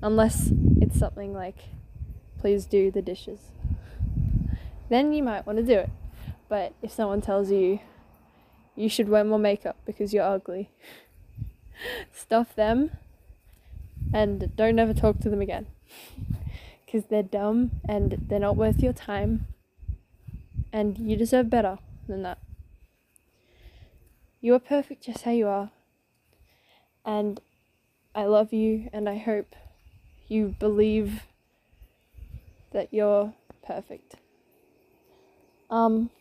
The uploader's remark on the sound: Sorry about the wind I had to improvise.